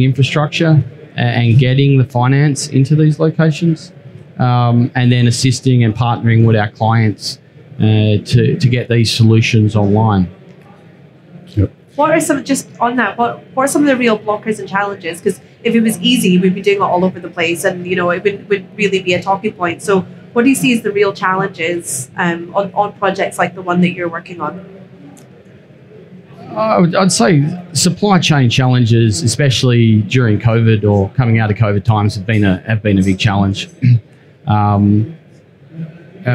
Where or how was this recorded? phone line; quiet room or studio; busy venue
busy venue